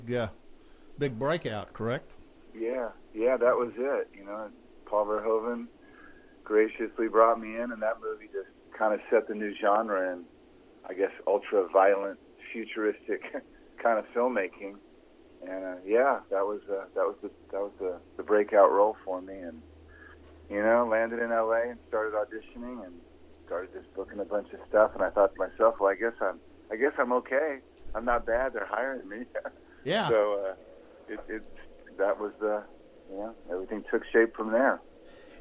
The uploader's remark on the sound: on the phone